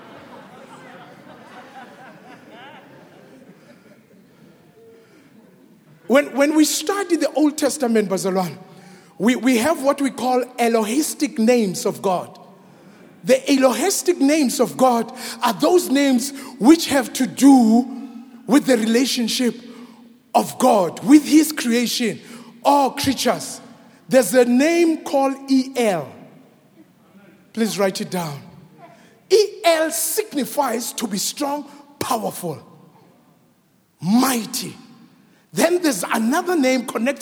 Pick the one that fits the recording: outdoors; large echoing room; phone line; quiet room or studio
large echoing room